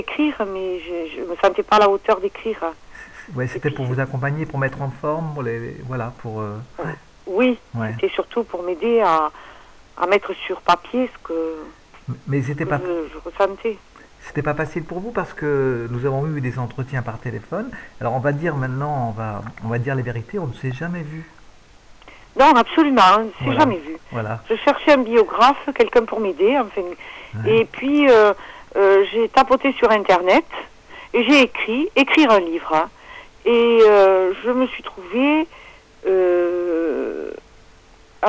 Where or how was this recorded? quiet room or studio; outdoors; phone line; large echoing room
phone line